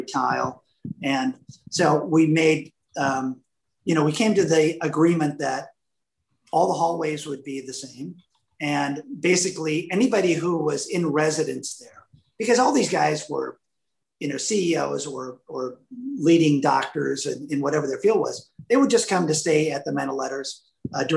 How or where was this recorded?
video call